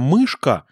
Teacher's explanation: перед твердым «к» будет твердый «ш»